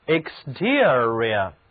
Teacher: 得到了 exterior，重音放在第二个音节上